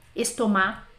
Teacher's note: Não pronunciamos o C, principalmente das que terminam com A, C